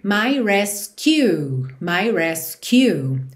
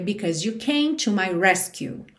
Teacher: Ele ficou ali um pouco deslocado o acento para a última sílaba. · Shown in: first take